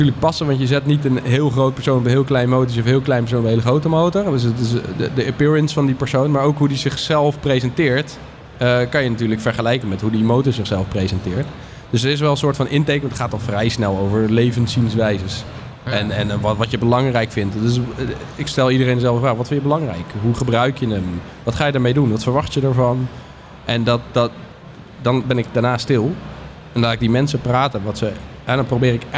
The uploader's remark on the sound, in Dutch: Deze MOTORbeurs special is opgenomen tijdens MOTORbeurs Utrecht 2024.